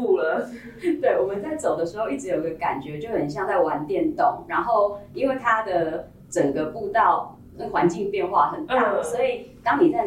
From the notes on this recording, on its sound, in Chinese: 收音見諒。小編還跟新設備不熟悉，有些許收音問題，煩請見諒。